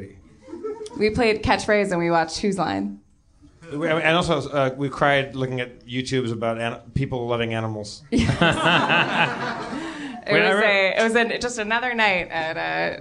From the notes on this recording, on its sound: Discover a Belgian fan in the audience, but when a Londoner from the crowd.